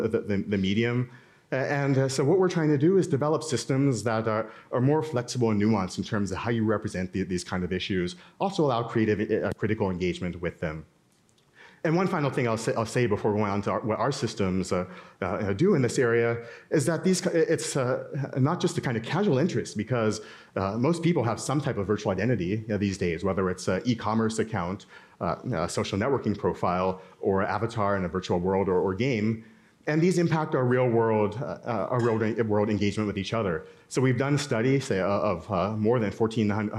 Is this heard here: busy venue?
yes